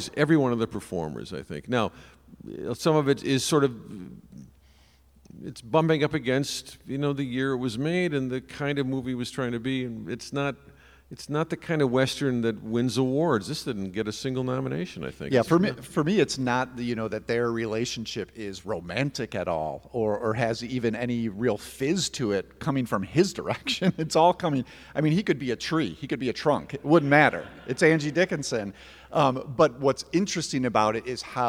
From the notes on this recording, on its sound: With a 35mm-screening of Howard Hawks' RIO BRAVO at Chicago's venerated Music Box Theatre. Took questions from the audience.